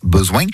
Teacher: Avec presque comme chez nous, cette sorte de coup de cloche à la fin du N, besoin. Un son qu'on appelle en phonétique un appendice consonantique nasal vélaire. Oui. Et oui, il y a une proximité étonnante avec notre accent provençal et marseillais.